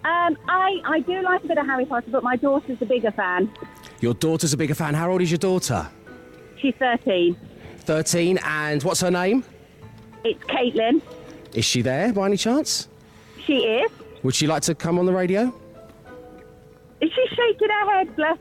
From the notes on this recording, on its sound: the team were LIVE from the Warner Brothers Studio Tour London - The Making of Harry Potter